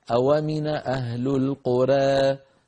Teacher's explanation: ينقل حركة الهمزة إلى الساكن قبلها · Term: بالنقل